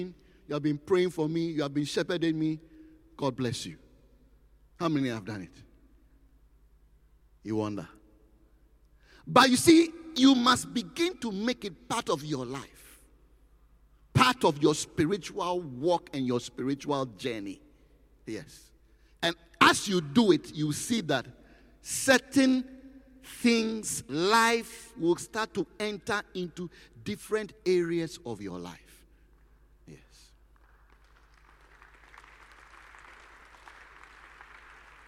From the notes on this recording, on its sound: Preached at the Qodesh